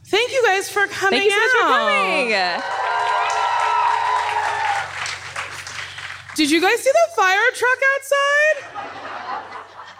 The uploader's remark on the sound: This week, we’ve got a couch! We’re live from the Netflix Is A Joke festival. Lots of wonderful questions from our audience!